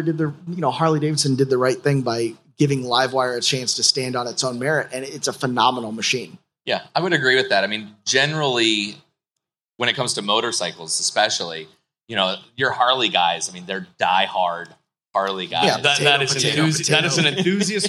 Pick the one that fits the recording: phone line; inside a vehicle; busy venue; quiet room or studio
busy venue